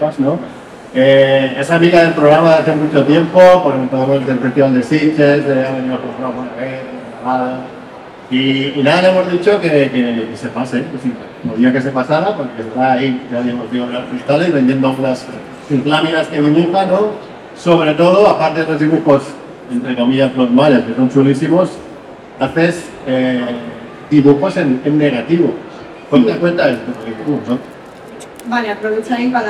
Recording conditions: poor sound quality